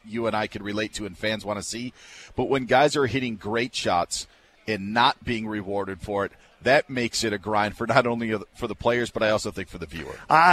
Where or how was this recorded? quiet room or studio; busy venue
busy venue